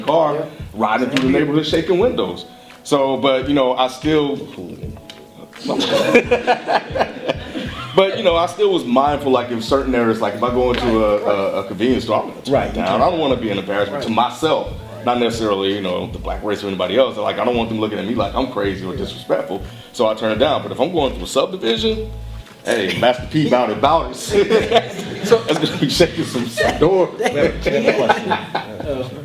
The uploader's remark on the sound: Live Taping at Florida State University.